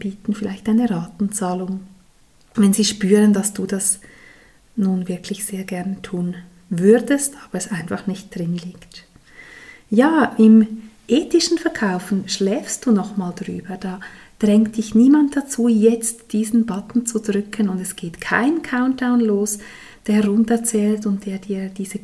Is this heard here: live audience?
no